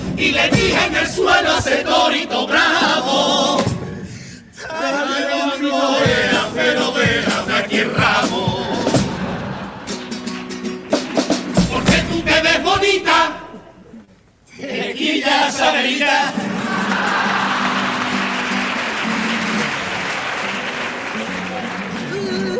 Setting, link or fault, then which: setting, live audience